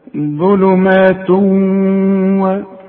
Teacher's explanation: عارف بقى لما يبقى فيه ادغام كأن الواو مشددة